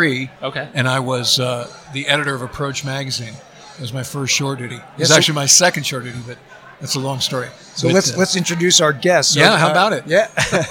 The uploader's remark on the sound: Live from Tailhook 2019